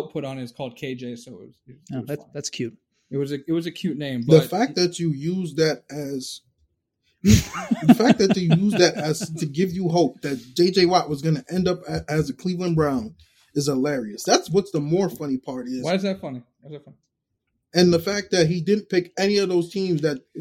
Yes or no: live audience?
no